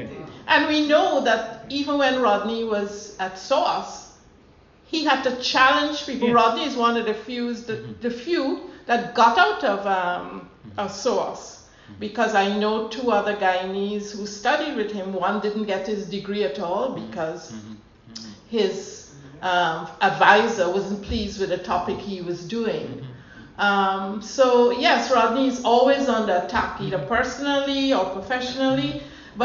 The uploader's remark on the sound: This is a recording of the event. Held at the Classic in Tooting Bec, London (UK).